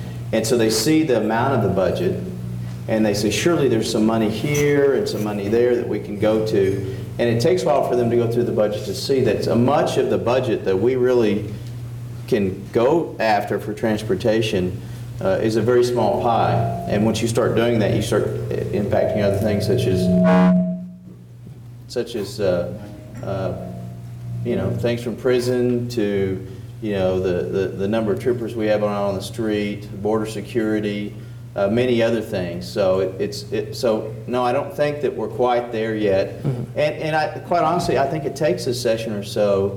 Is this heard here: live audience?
yes